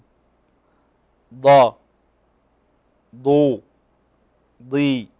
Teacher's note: أطبق، عندنا نقول أض أض، تسمع أض أض، ض ضو ضي، فتجد أن الصوت قوي لأنه من الحروف المطبقة وكذلك من الحروف المفخمة المستعلية